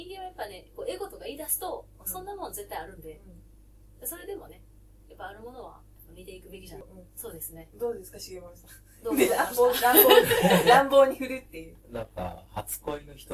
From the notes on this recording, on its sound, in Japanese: 収録超ケアレスミスにより音質が悪いです